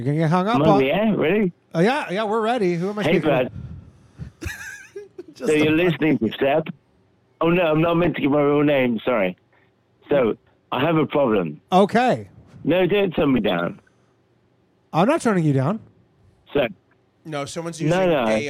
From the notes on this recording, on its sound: The Bathhouse is a live call-in show recorded from the green room of The Stand Comedy Club in New York City.